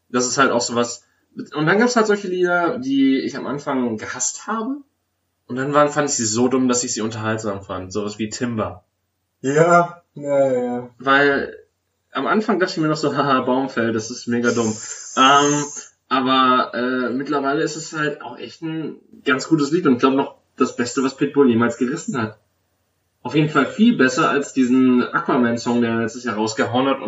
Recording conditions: poor sound quality